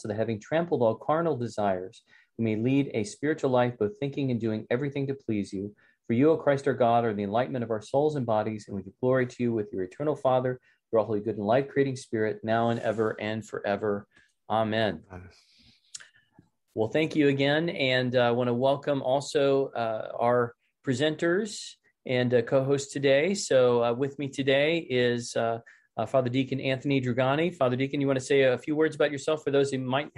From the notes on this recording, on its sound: This is a recording of the second webinar in the Becoming Byzantine series.